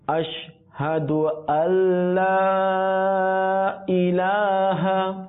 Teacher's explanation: হবে, এখানে আশহাদু আল হবে, আমরা আন বলি, কি হবে আল, অর্থাৎ আশহাদু আন হবে না, কি হবে আল, অর্থাৎ হামজা গিয়ে লামকে ধরবে, কাকে ধরবে লামকে ধরবে, আশহাদু আল্লা ইলাহা إلا الله وأشهد